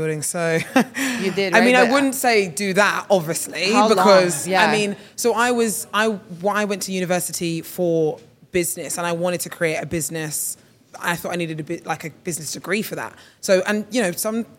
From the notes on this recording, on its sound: Coming to you live from Miami! This episode is one we filmed at our live event at the start of September.